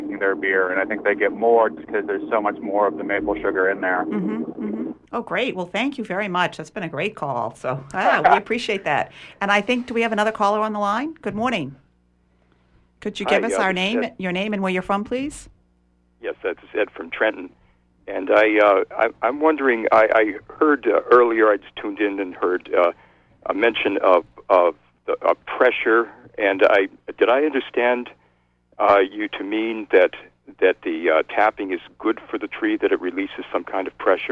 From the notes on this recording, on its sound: Call In Program: Yes. WERU 89.9 FM Blue Hill, Maine.